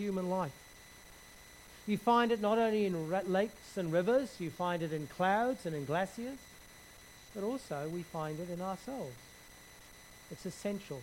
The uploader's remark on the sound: Background hiss throughout recording.